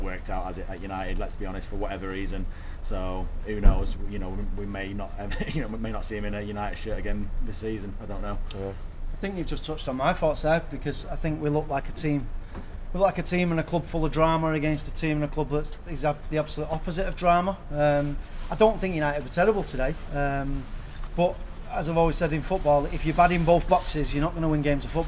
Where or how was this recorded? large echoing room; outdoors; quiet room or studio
outdoors